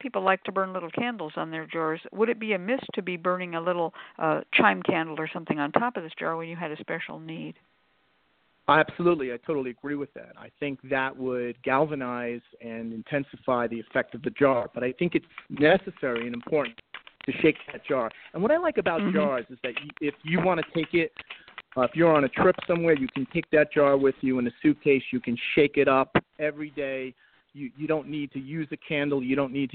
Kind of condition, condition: link, phone line